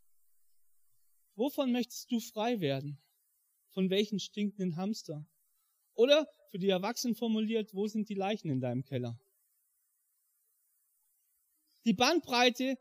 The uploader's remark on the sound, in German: im Rangergottesdienst in der Life Church Ansbach